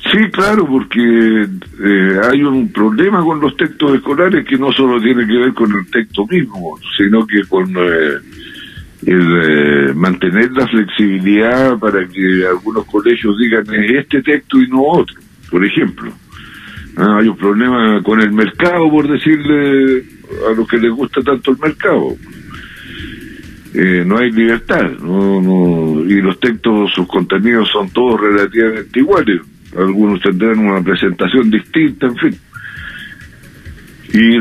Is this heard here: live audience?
no